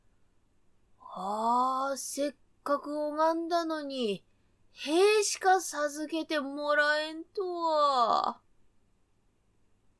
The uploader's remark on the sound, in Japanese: 自宅録音ですのでノイズなどはご了承くださいませ。